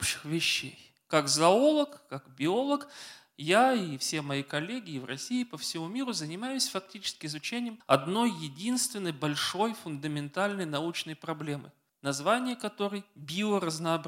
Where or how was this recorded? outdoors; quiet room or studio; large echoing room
large echoing room